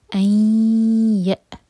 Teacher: حمزہ پر cut off sound, حمزہ پر سکون ہے. ای ی تی، سکون کے بعد تی پر زور.